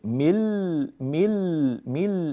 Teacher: النون غير موجودة وانتقلنا من الميم إلى اللام مباشرة · Term: الإدغام